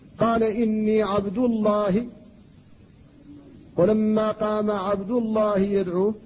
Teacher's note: قام عبد الله يدعوه، عبد الله في الموضعين مرفوعة مضمومة الدال، فاسم الجلالة جاء بعد ضم ففخمت اللام فيه